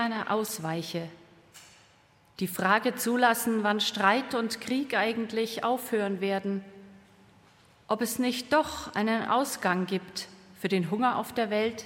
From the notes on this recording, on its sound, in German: Live-Gottesdienstübertragung aus der Erlöserkirche in Herrsching